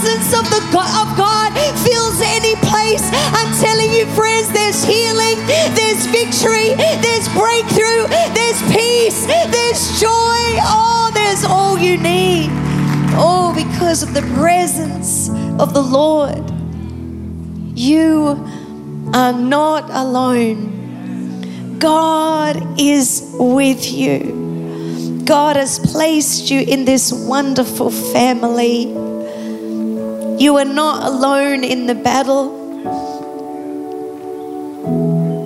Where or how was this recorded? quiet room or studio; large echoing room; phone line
large echoing room